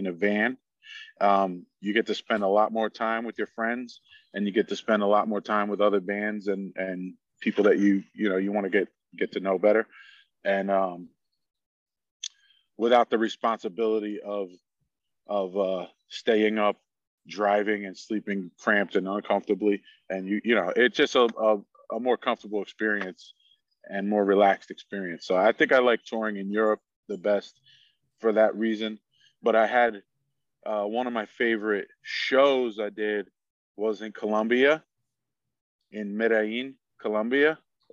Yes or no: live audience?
no